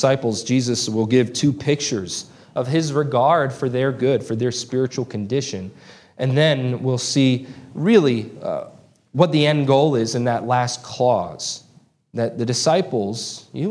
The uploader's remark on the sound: This sermon was preached on June 4, 2023 at Antioch Presbyterian Church. Located in Woodruff, South Carolina.